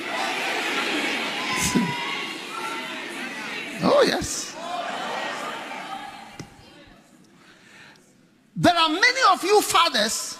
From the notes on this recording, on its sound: Preached at the Action Conference 2023, Zimbabwe.